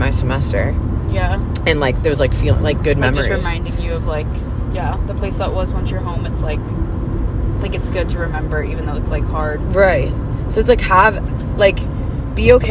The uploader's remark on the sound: Are in the car.